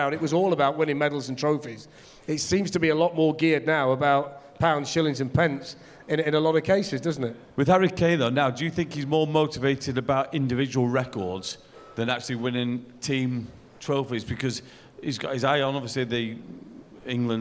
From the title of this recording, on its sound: GARIBALDI RED LIVE! | SOLD OUT SHOW IN FULL